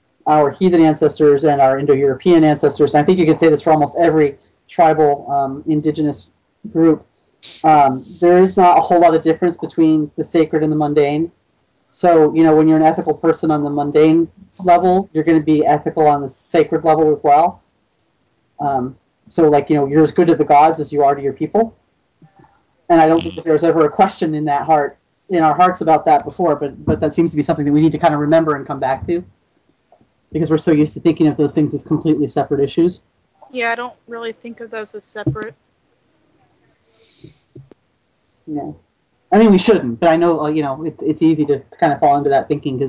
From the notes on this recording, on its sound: Troth Skype Moot.